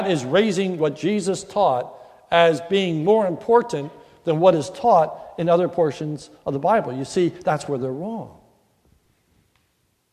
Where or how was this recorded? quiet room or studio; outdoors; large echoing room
large echoing room